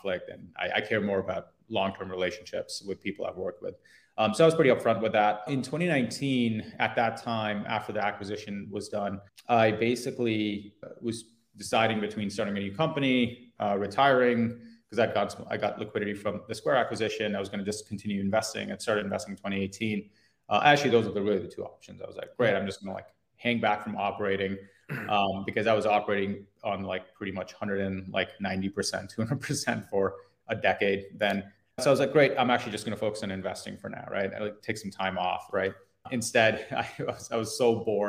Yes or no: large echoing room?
no